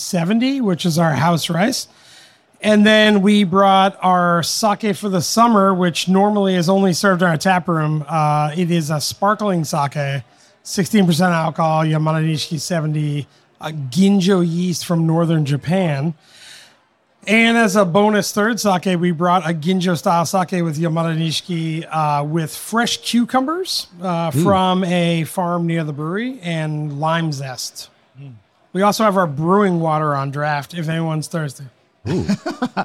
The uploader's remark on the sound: LIVE! The American Craft Sake Festival 2023. Sake Revolution hosted a live podcast recording of a "brewers roundtable" on stage in front of an enthusiastic crowd of sake lovers at the Festival. It was our first time recording in front of an audience, so you may notice some differences in our audio along with some background noise.